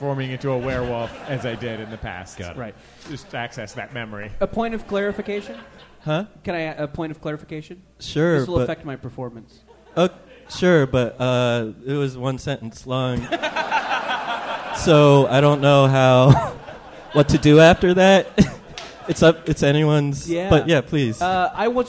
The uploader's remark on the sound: Live from Portland, New York, and Boston, it's PART TWO of The Summer Boys of Summer Tour